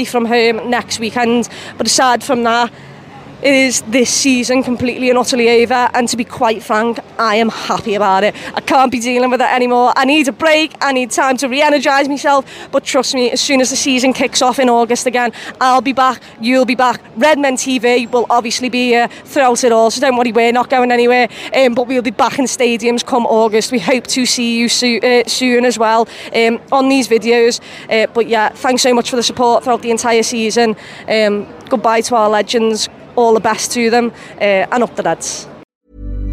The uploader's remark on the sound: gives her match reaction outside Anfield